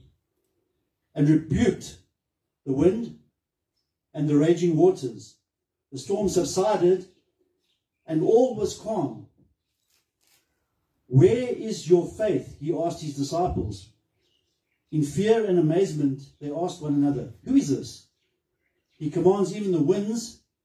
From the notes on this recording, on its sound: Recorded Sunday, 19 March 2023 at Love Beyond in Harveston.